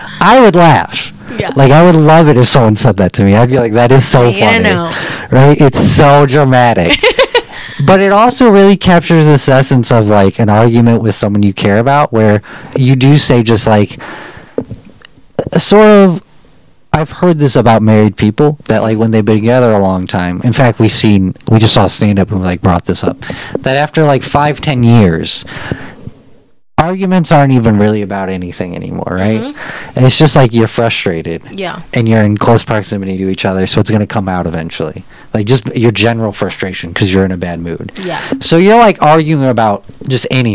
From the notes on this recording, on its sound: The microphone isn't perfect.